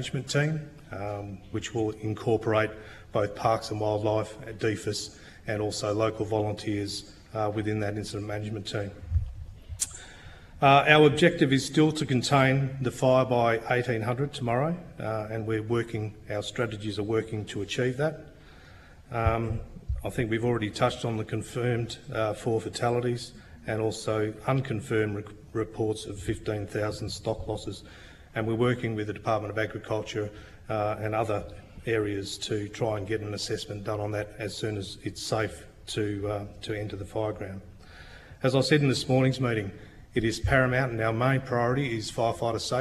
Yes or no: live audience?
yes